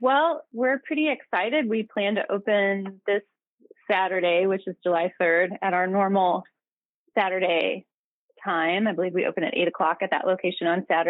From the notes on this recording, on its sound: Spoke to WFHB News over the phone earlier this afternoon.